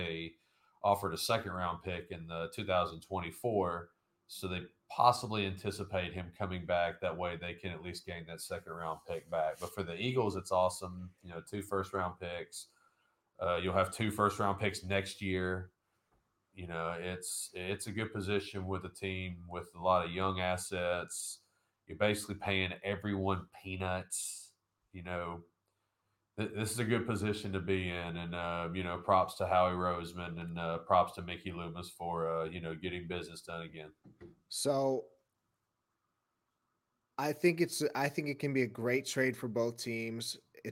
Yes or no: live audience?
no